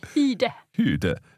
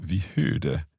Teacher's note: I guess when you have an R and D, then the R gets a little bit more invisible.